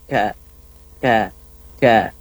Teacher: Jadi ka-nya juga jangan terlalu kaku, harus ada istilahnya hamasnya atau angin yang keluar.